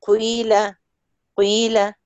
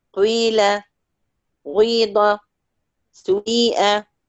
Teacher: ينطق بها بين الكسرة والضمة، فهي تردد بين مخرجين الياء والواو · Term: الياء المشمة صوت الواو